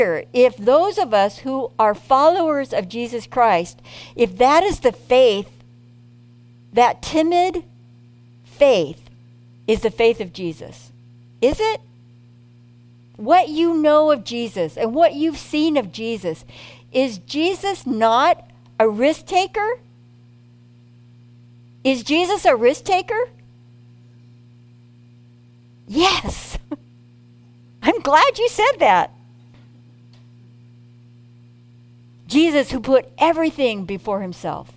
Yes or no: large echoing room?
yes